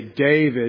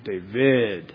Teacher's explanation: the accent on the last syllable in Hebrew, generally, not the first · Shown in: second take · It's not David, it's David.